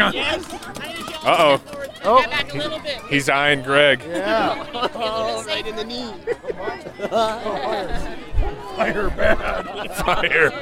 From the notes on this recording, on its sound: The Bloomington Krampusnacht had lots to offer the boys of Blurry Photos as they road tripped to Indiana for some on-the-go reporting. The audio, much like the conversation, is questionable. There’s live reporting from the front lines of the parade.